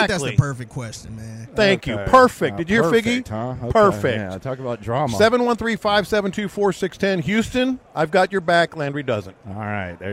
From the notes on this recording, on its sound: LIVE at Radio Row